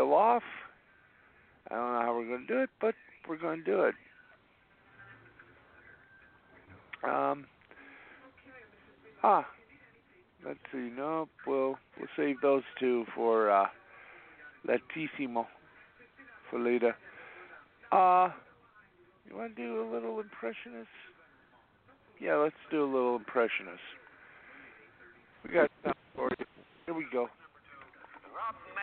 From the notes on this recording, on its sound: along with live calls and guests